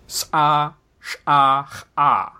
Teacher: there are ejective fricatives